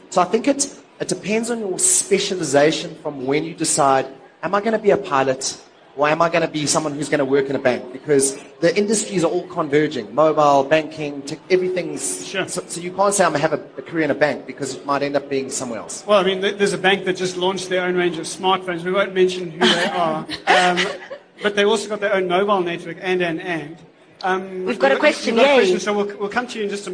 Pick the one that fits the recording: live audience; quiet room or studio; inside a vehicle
live audience